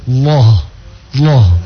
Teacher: karena dia difakhim, ditebalkan, maka harus dinaikkan pangkal lidah juga.